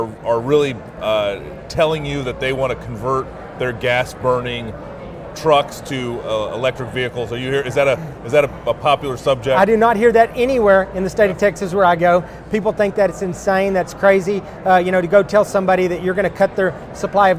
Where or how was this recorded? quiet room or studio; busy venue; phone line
busy venue